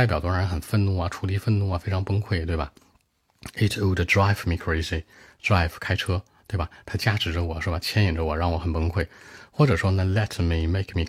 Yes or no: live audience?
no